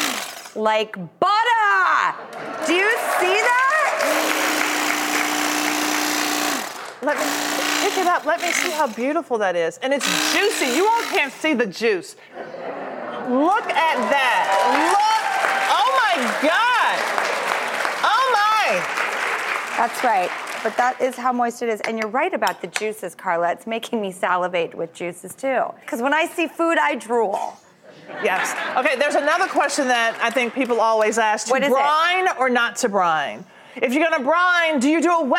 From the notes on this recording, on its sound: one lucky in-studio audience member will play